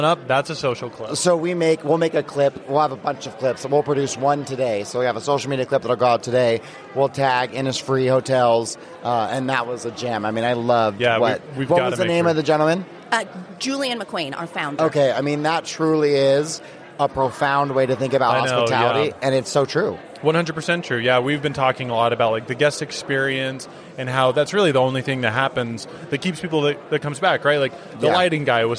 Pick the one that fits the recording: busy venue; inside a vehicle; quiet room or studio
busy venue